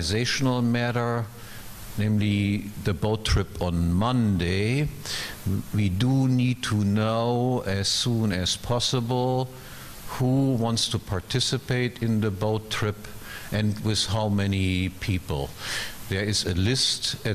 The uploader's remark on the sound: This Roundtable Discussion and Q&A session is from the 2015 meeting of the Property and Freedom Society.